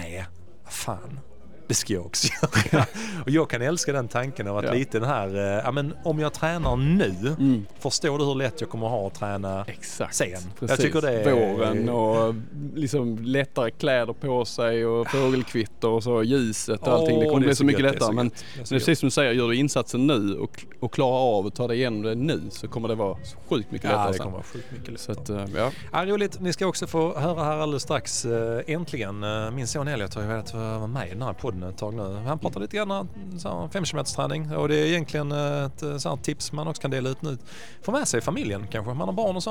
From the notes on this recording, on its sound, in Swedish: Direkt från invigningen av nya KIA Center hos Hedin Bil i Helsingborg snackar vi lite om tävlingssäsongen som kommer och hugger två löpare på plats.